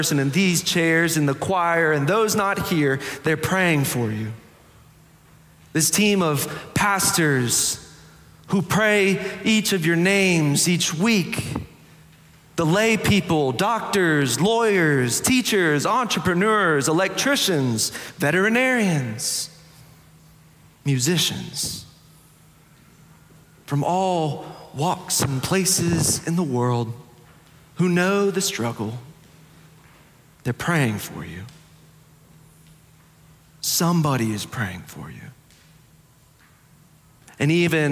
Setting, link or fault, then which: setting, large echoing room